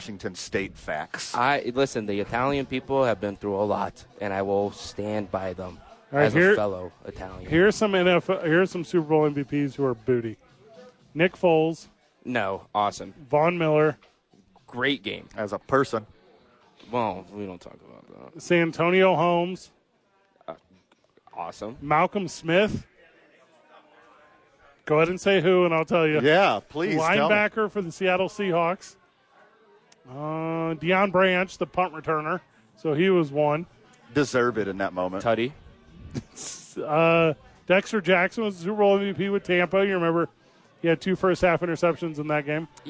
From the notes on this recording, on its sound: live at Howies!